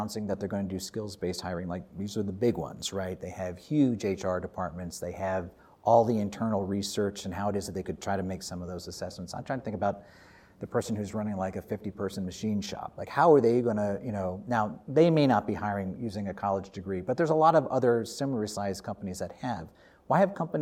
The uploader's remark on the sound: We sat down in the “Bucky Dome” on the Aspen Institute campus at the Aspen Ideas Festival. We sat down in the “Bucky Dome” on the Aspen Institute campus at the Aspen Ideas Festival.